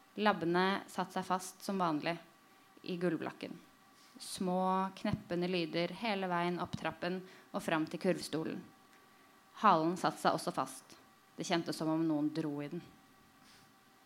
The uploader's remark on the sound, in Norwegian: noe lav lyd.